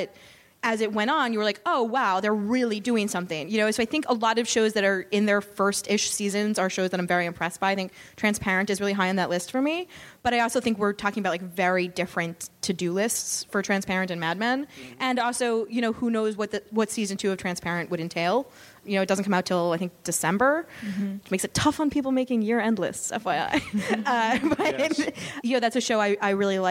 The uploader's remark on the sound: A special live taping of the Vulture TV podcast at the New York Television Festival.